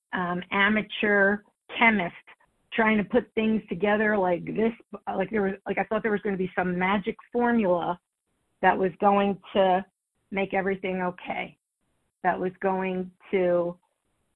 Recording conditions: phone line